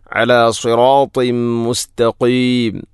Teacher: തൻവീനു ശേഷം മീം വന്നാൽ ഇത് ഗാം കാമിൽ, തൻവീനിനെ മീമിലേക്ക് ഇത് ഗാം ചെയ്യണം